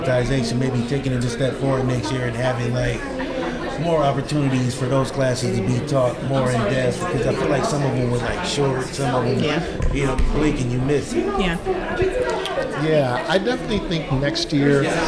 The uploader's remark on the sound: This is one action packed hour live from Thee Black Hallway reported live at Podfest 2024 for the 10th anniversary in Orlando.